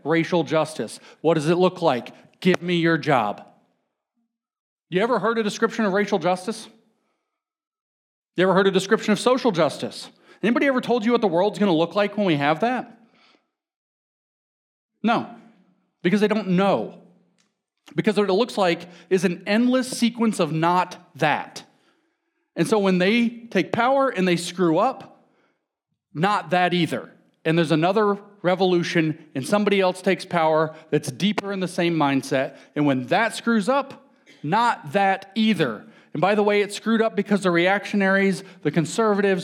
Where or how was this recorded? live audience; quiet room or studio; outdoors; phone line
live audience